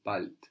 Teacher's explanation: we have that final D sounding more like a T, bald.